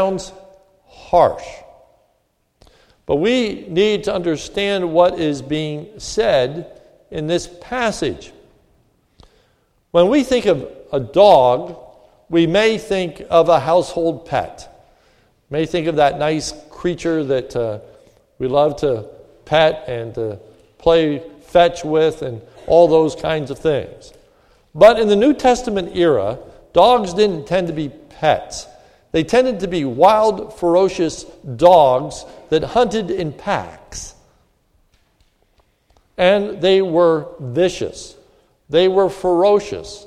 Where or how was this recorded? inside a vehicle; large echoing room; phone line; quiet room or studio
large echoing room